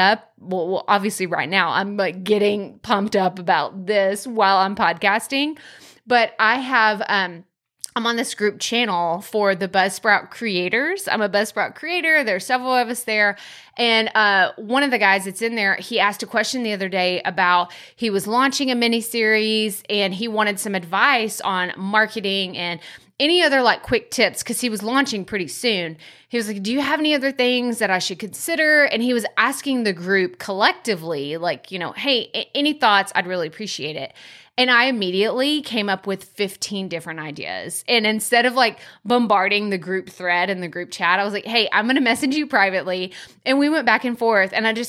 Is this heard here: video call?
no